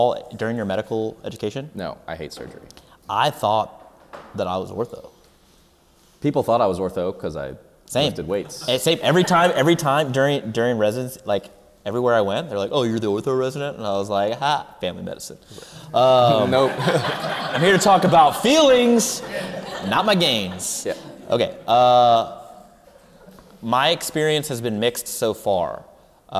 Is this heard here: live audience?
yes